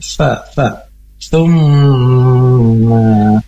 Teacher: Makhraj huruf ta ini adalah dari ujung lidah yang bertemu dengan ujung gigi seri bagian atas. Nah, ketika mengucapkan huruf ta ini, ujung lidah sedikit keluar menyentuh dan mendekati ujung gigi atas.